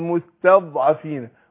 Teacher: الضاد حرف مستعلي مطبق مستطيل